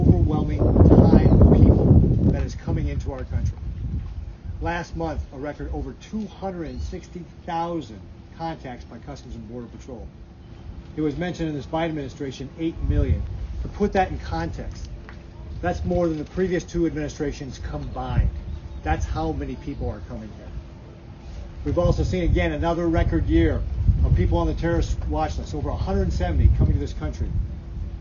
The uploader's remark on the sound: MISSION, Texas - Four Republican senators held a press conference at Anzalduas Park in Mission last week. With the Rio Grande and Mexico as a backdrop.